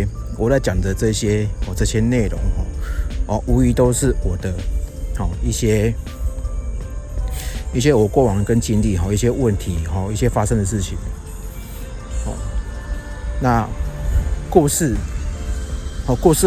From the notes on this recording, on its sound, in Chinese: 本集特別在外用 iPhone 11 Pro 內建的立體聲麥克風錄製，防風效果普普。但蠻清析的。